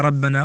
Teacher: كما أن الراء المفتوحة المبدوء بها مفخمة